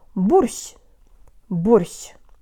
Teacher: The tongue is low for bo but high for sh, so it has to travel fast from low to high in one syllable.